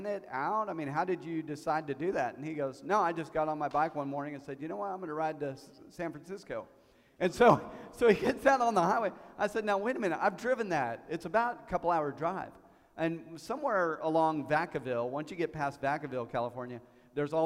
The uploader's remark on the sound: We sat down as a family and did a panel live at Vision Church on Easter Sunday.